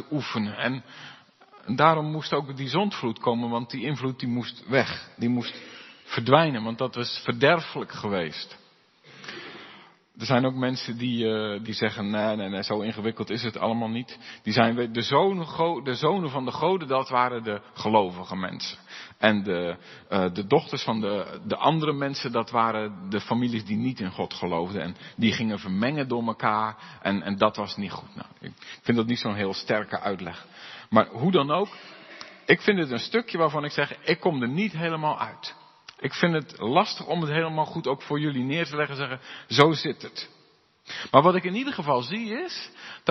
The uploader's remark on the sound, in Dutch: De preek is op 25 september 2022 opgenomen in de De Hoeksteen in Haren